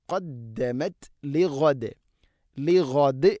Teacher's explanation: വഖഫ് ചെയ്യുമ്പോൾ ദാലിനെ ശരിക്കും കേൾക്കുന്ന രൂപത്തിൽ ഖൽഖല ചെയ്യണം. ലിഗദ്, ലിഅദ് അല്ല, ഗൈനാണ്.